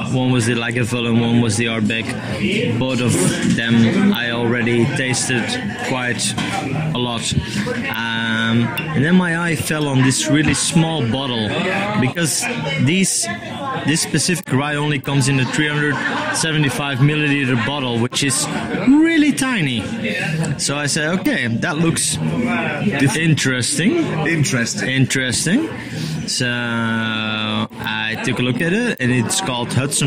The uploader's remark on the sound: Live from the "Bankers bar". Recording live from a variety of Bars. From the 'Collage Art and Cocktail social club'. From a Bar full of safes and lock boxes...